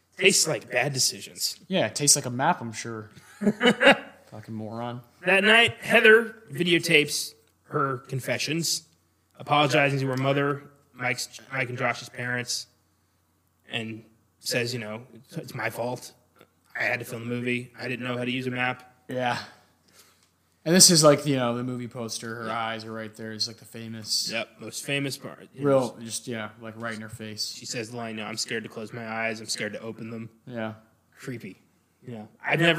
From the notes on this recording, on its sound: We apologize for the echo.